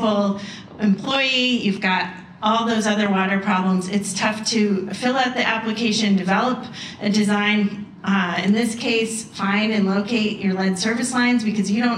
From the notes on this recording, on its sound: This episode features presentations from the event